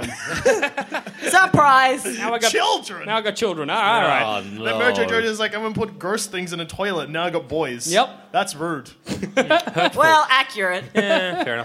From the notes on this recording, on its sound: Why Haven't We Done a Vs Episode LIVE?! Our heroes climb onstage, shield their eyes against the lights, take a sip of their water.